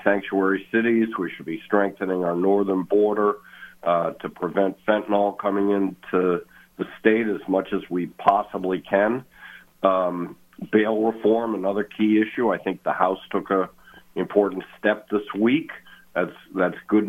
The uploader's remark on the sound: calling LIVE from Las Vegas